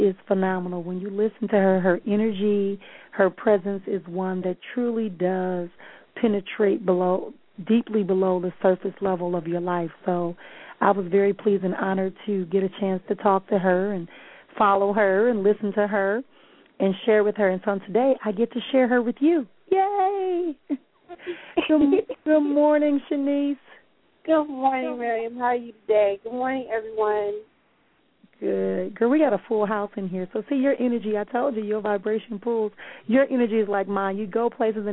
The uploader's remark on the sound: Via phone and Skype.